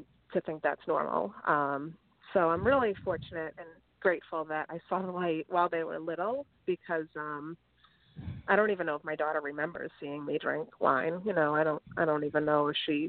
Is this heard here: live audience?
no